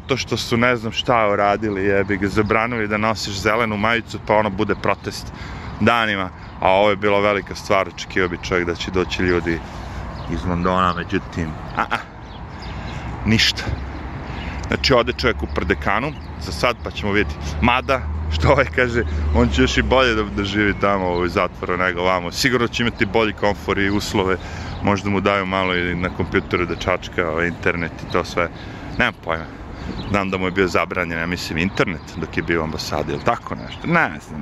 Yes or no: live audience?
no